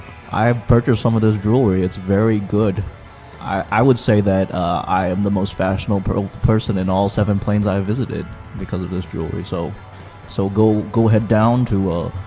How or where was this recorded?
busy venue